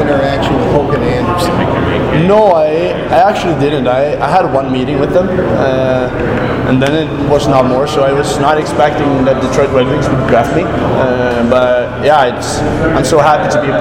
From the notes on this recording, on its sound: to a scrum of media members at the World Junior Summer Showcase in Plymouth, MI